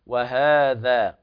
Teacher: وهنا الهاء تمد مدا طبيعيا بمقدار حركتين